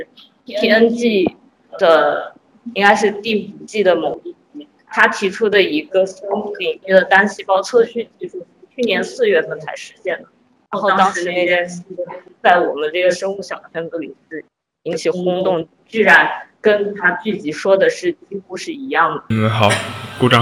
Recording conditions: poor sound quality